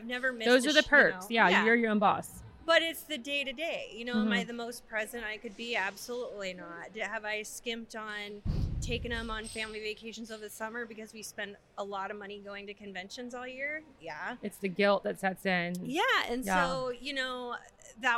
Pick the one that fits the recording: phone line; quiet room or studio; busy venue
busy venue